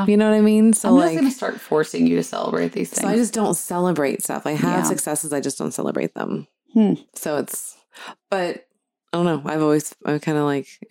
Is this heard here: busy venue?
no